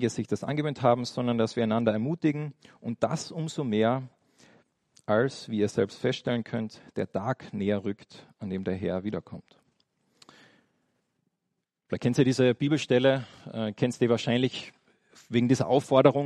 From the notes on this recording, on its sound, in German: eine kleine Predigt, welche bei einem Austauschgottesdienst gehalten wurde